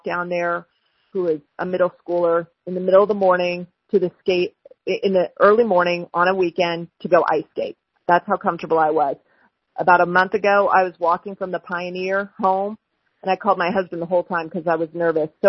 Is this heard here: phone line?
yes